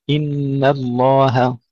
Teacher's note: ترقيق النون والهاء. كثير من الإخوة يفخمونهما إن الله، أو يفخمون النون أو يفخمون الهاء، وكله خطأ.